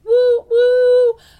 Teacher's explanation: I like that word, woo, because we've got your lips rounded there · Term: initial W